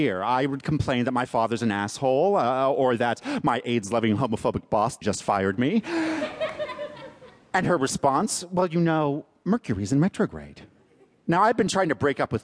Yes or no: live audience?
yes